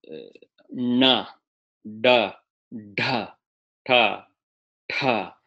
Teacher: It's on the roof of the mouth, tip of the tongue on the roof of the mouth. · Term: retroflex consonants